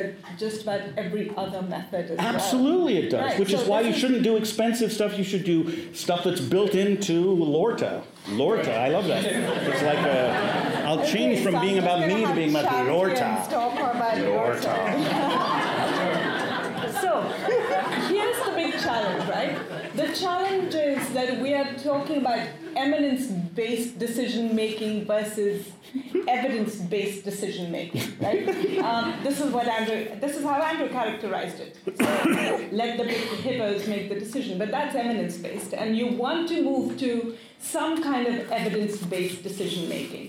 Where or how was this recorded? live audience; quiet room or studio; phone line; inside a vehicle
live audience